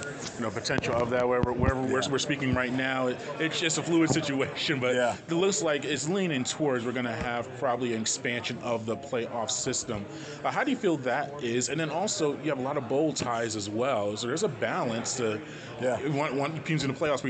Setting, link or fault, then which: setting, busy venue